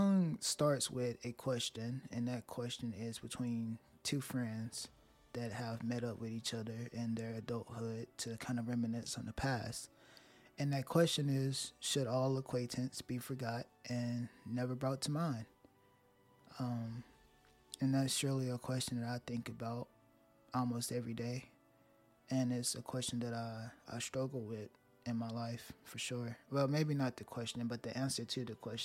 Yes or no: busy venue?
no